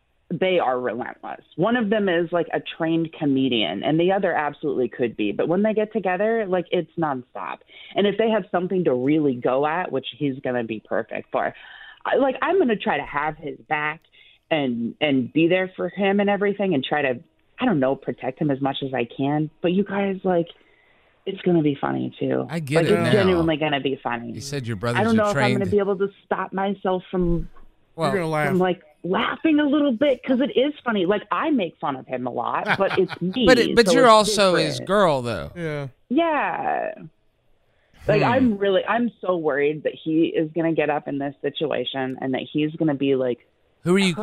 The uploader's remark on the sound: Open Phones